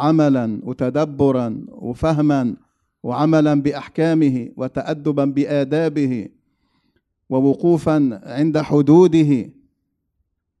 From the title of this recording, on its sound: Special Event From Masjid Al-Azhar, Belmore